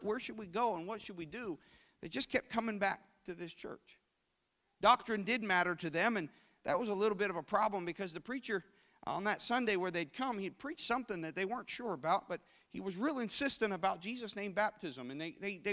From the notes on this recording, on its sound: This service was recorded live at Newark United Pentecostal Church on Sunday, January 22nd, 2017.